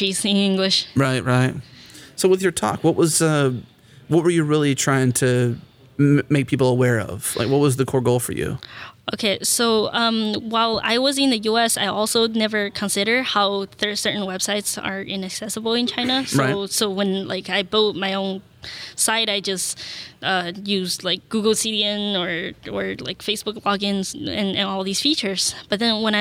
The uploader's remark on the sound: recorded at Node Interactive 2016